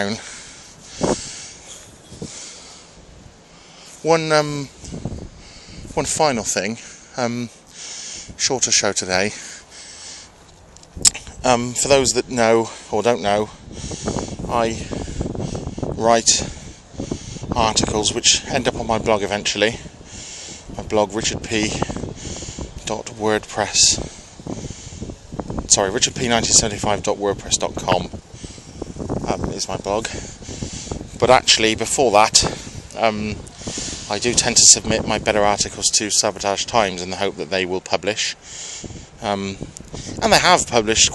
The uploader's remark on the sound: Join me on another walk to work